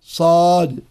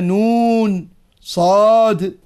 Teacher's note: والصاد حرف قوي لأنه حرف مطبق مستعل فيه صفير وهو مهموس، فيجب على القارئ أن يلفظ بها أي الصاد مفخمة